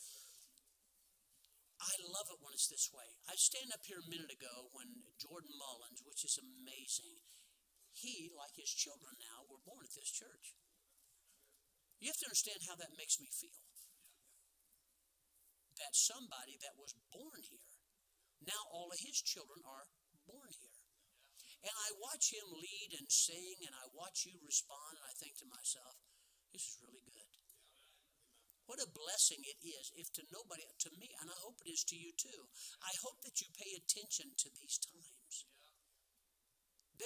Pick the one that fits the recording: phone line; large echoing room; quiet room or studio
large echoing room